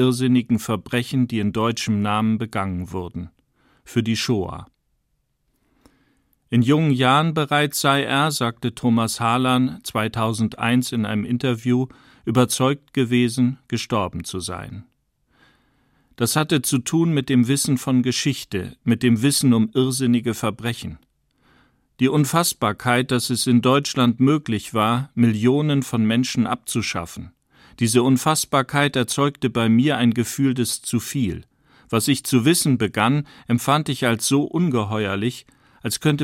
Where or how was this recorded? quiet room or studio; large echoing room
quiet room or studio